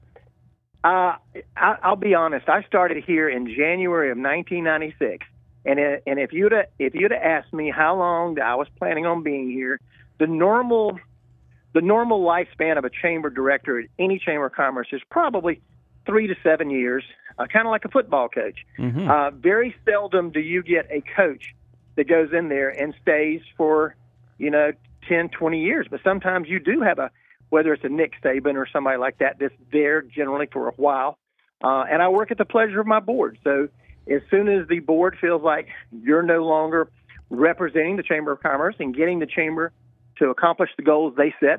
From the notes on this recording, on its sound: over the phone